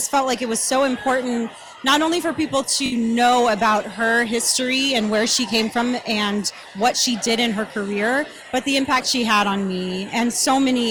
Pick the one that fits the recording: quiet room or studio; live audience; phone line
live audience